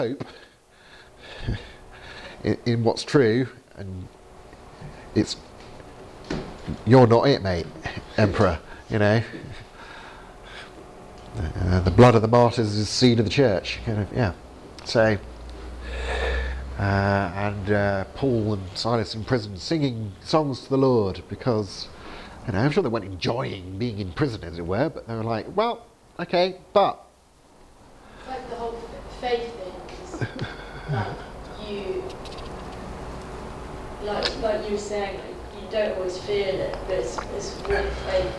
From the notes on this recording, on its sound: Training seminar at Highfield Church, Southampton, October 2019